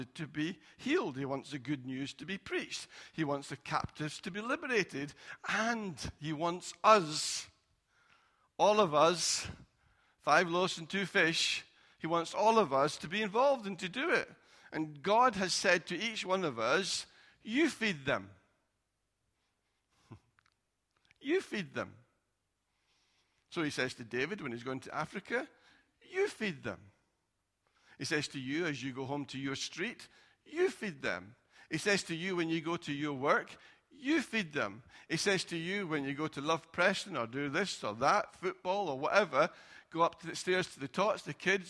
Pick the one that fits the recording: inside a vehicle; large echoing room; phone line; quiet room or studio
large echoing room